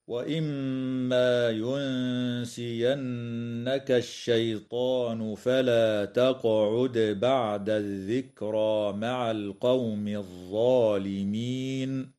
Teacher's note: تغن الميم المشددة في كلمة وإما، وكذا النون المشددة في كلمة ينسينك، وتخفى النون الساكنة عند السين مع ترقيق الغنة في كلمة ينسينك، وتقلقل القاف والدال في كلمة تقعد، وتنتهي الآية اتفاقا عند كلمة الظالمين، والوقف عليها من قبيل الوقف الكافي.